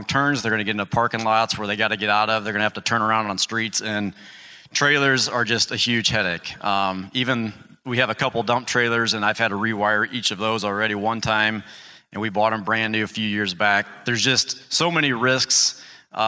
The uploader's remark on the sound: Live from Equip Expo's Morning Show